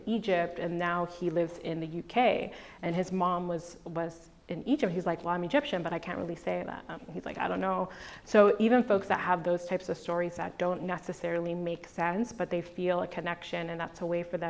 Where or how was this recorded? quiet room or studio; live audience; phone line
live audience